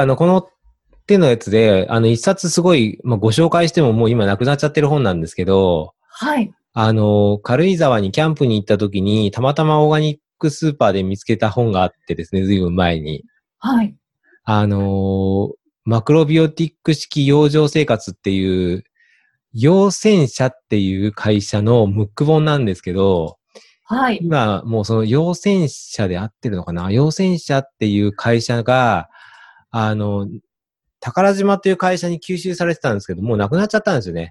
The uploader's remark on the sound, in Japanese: オンライン収録のため、通常より音声が劣りますがご了承ください